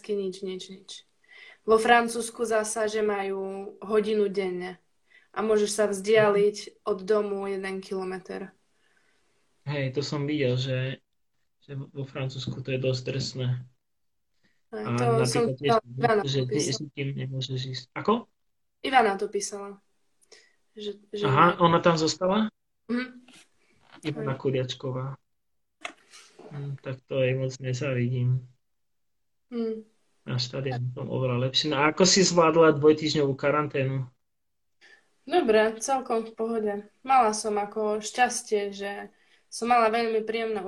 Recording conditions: video call